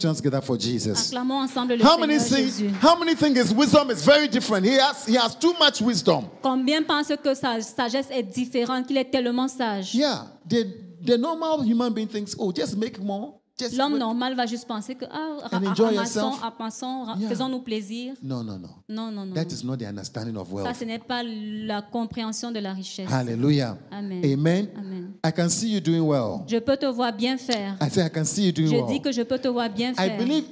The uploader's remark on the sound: Preached during Joyful Hour Sunday Service Rabat